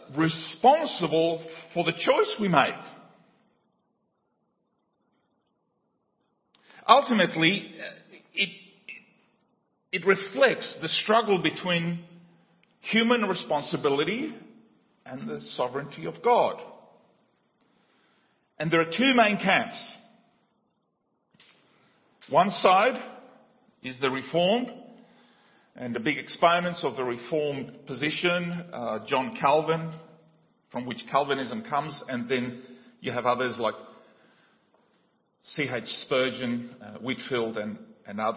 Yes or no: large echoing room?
yes